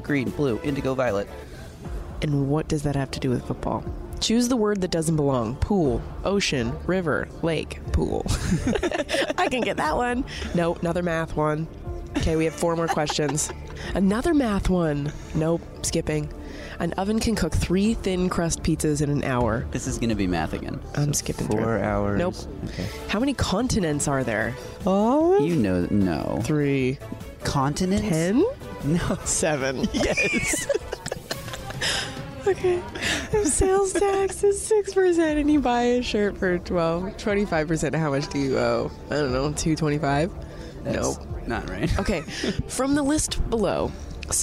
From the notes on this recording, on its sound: LIVE from the 2022 NFL Scouting Combine in Indianapolis right in the middle of all the action